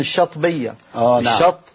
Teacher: حتى في العامية هنا في مصر يقولون الشطبية الشط، فيأكلون الألف